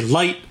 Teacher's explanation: you don't have a T at the end of the word · Term: drop our consonants